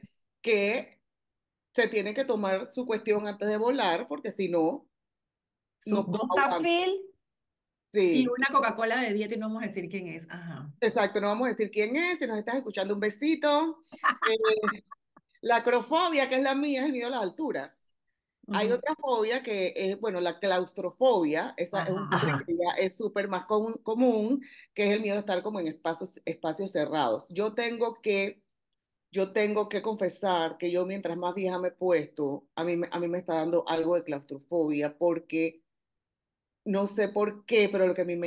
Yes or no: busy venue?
no